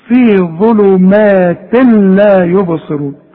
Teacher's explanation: في ظلمات تنوين وبعده لام، يبقى مش هنطق التنوين ده